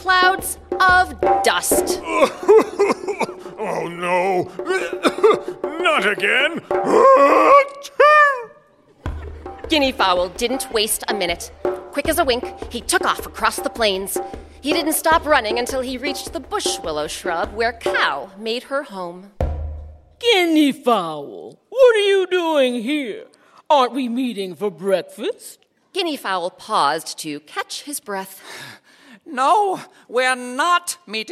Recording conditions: live audience